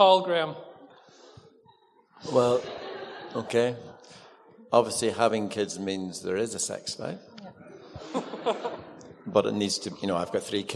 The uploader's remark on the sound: With live Q&A.